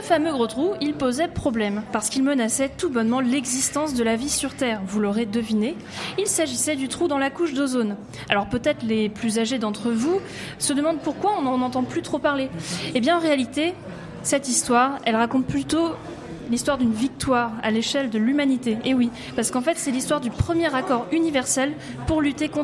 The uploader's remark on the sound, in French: Parce que le 12 juin nous n'étions pas en studio, mais au Festival Avance Rapide à Dock B à Pantin, et c'était le feu !